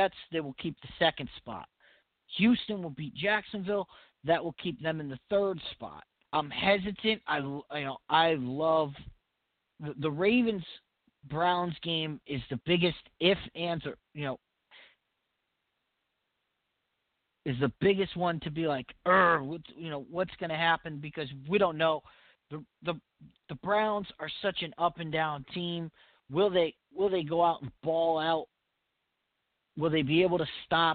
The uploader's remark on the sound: your phone calls